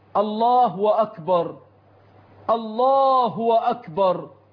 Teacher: كذا من أخطائهم إشباع هاء، إشباع ضمت الهاء في لفظ الجلالة حتى تنقلب إلى واو